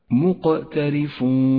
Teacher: يحتاج إلى صفة القلقلة، يقرأ هكذا مقترفون قلقلة صغرى لأنها في وسط الكلمة